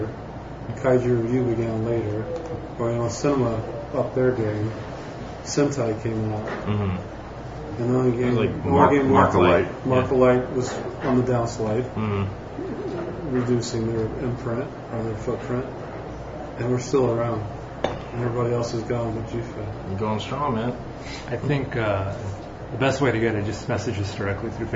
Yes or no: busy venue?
yes